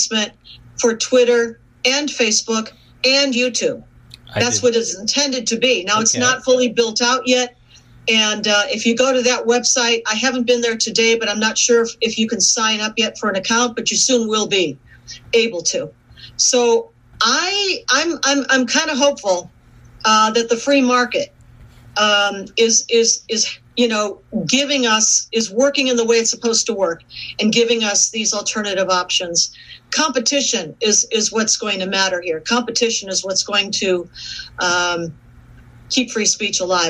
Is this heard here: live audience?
no